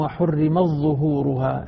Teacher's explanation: التاء مع الظاء هنا مدغمة عند ورش